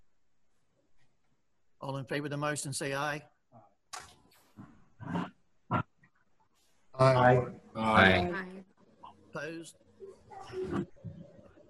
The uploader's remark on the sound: An audio recording of the Indian River Board of Education regular meeting. This meeting was conducted online using the Zoom video conferencing platform.